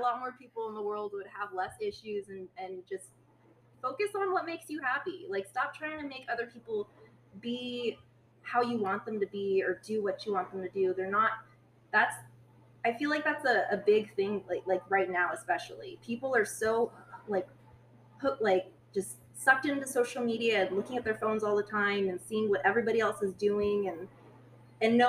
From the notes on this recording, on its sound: Sorry for the audio levels, will correct next time.